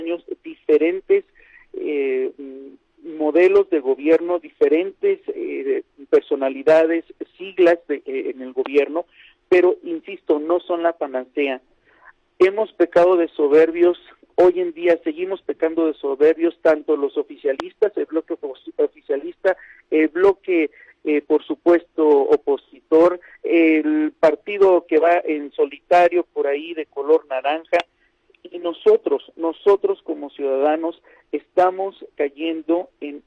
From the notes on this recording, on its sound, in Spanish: Esta mañana en #Noticias7AM entrevistamos vía telefónica